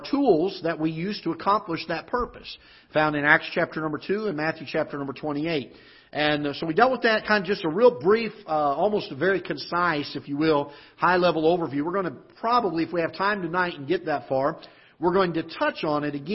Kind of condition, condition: setting, large echoing room